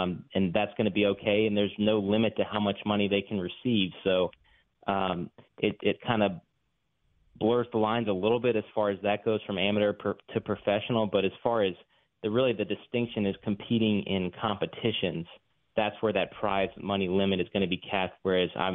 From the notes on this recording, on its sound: on the phone.